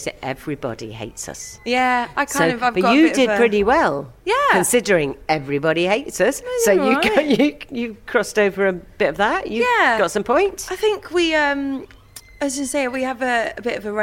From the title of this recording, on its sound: Backstage at the Magic At The Musicals